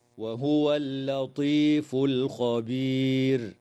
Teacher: قوله تعالى: وهو اللطيف الخبير، يراعى ترقيق اللام في كلمتي اللطيف والخبير، وتنتهي الآية اتفاقا عند كلمة الخبير، والوقف عليها من قبيل الوقف التام مع وجوب تفخيم الراء حال الوقف على كلمة الخبير لسكونها بعد ياء ساكنة. هكذا: وهو اللطيف الخبير.